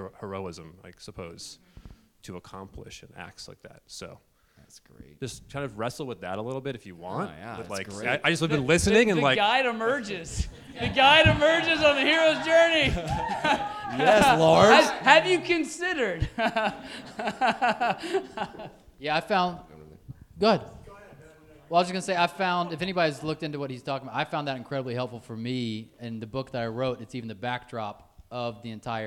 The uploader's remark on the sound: Enjoy this dynamic conversation that we had together during our first live show in Atlanta, Georgia. Live audience engagement throughout this episode made it even more interesting and insightful.